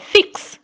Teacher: the letter X at the end of this word, it has two sounds. K and S. · Term: two consonant word final cluster